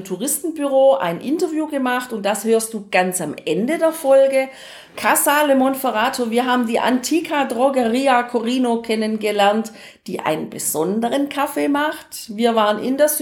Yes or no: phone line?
no